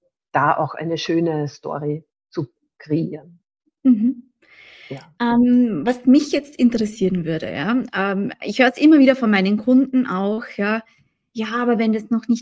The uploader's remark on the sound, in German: Das Interview wurde als LinkedIn Live durchgeführt